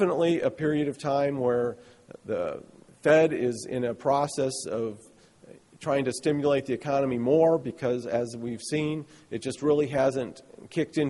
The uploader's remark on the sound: spoke to attendees at the 2012 Paper Recycling Conference